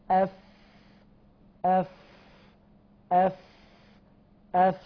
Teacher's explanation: يجري النفس. هذا ما يعرف عند العلماء بصفة الهمس